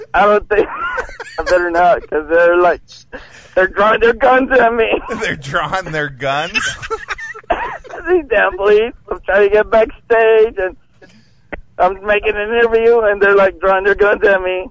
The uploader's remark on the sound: calls into the show while walking out of a concert